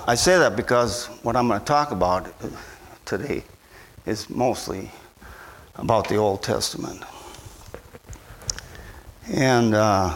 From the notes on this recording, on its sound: at Bible Center Church in Maiden Rock, Wisconsin.